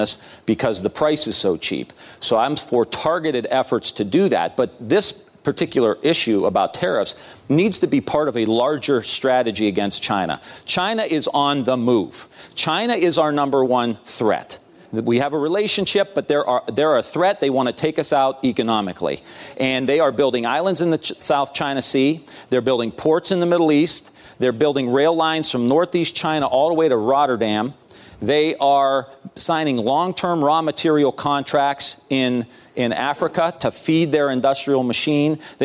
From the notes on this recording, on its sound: Answers questions during a live town hall. In Atlanta, Georgia.